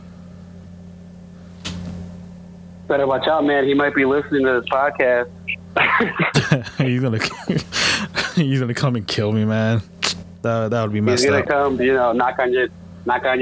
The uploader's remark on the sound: call in while on the road